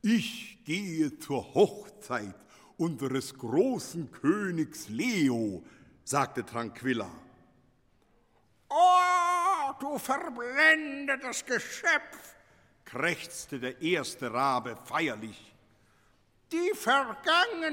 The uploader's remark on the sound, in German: Familienkonzert. Live gespielt vom ….